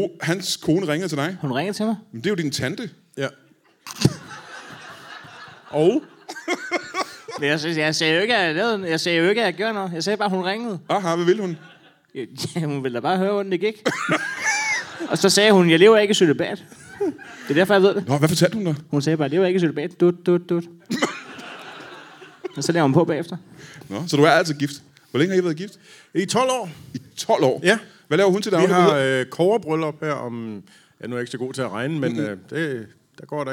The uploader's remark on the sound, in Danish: LIVE fra Herning